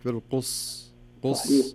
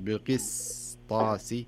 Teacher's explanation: لأن السين جاية بين حرفين كله حرف استعلاء بين القاف والطاء فيصبح هناك شيء من الثقل في نطق السين · Shown in: second take